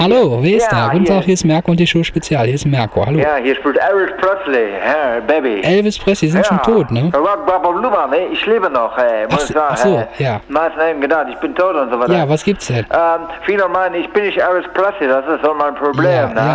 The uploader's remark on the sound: Am Telefon - Die verrückte Call In Show.